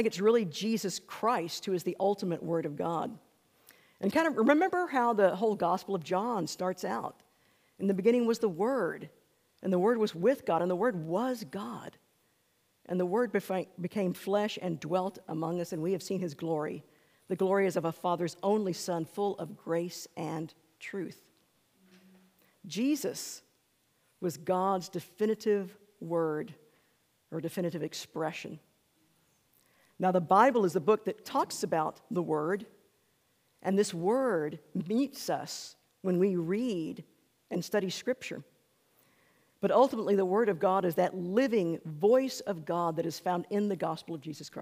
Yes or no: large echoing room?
yes